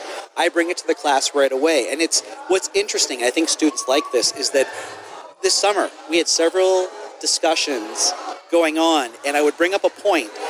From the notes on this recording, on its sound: Tonight at the Safety FM Roadshow coming to you live from the Hyatt Regency on International Drive in Orlando, FL. Enjoy this live interview from the Safety FM Roadshow.